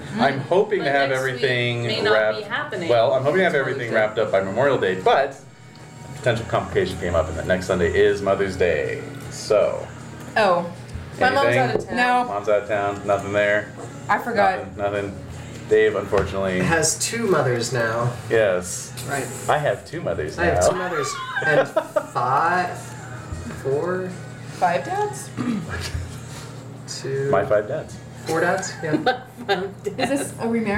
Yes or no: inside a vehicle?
no